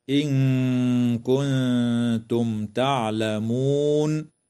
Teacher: وتظهر الميم الساكنة في كلمة كنتم